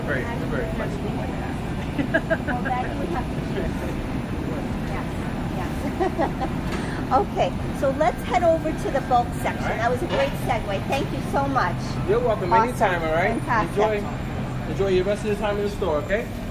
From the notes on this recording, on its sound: Thrive LIVE. Live from Whole Foods.